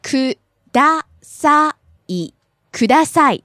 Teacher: So starts out low, rises in the middle, and back down at the end.